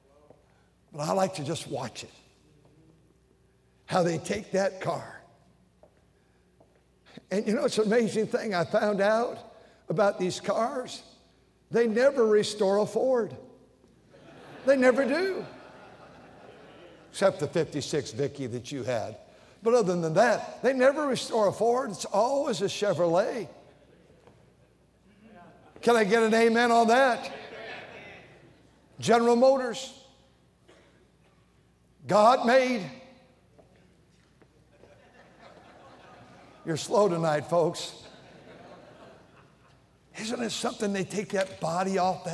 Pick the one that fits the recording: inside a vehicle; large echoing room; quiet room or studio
large echoing room